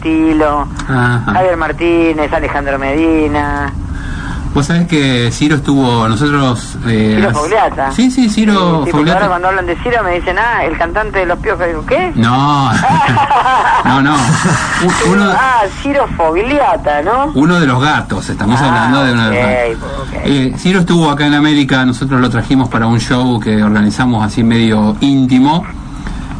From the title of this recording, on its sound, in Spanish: Nota telefónica